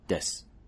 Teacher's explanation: For instance, in a word like, desu, that u on the end of it, desu, gets dropped, and generally you just hear desu. You'll often hear these final u or i sounds at the ends of words following a voiceless consonant, one without voice, and that they just disappear. We just get that final consonant.